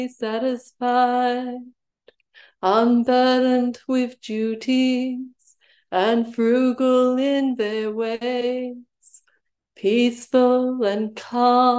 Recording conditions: video call